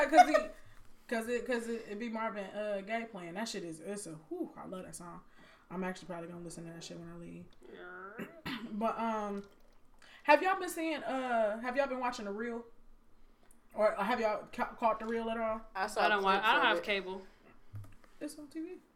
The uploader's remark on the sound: Apologies for the abrupt ending. We had a technical error in recording.